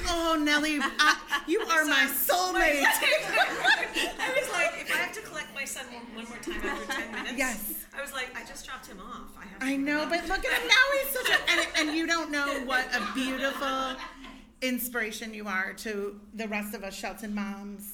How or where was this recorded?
busy venue